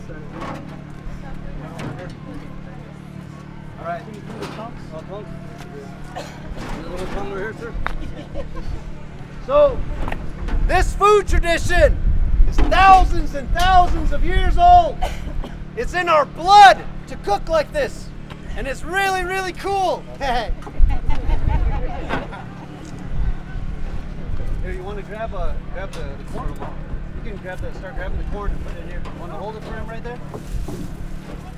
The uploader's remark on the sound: I hit the road and talk with some folks at the 6th annual Apache Harvest Festival at the Ndée Bikíyaa farm in Canyon Day, Arizona